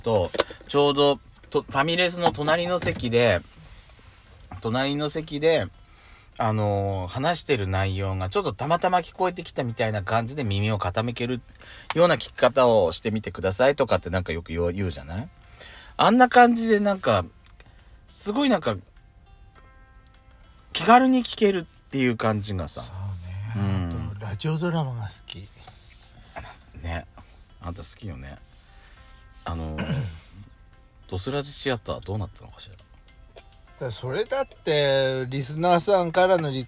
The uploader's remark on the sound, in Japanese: パーキング収録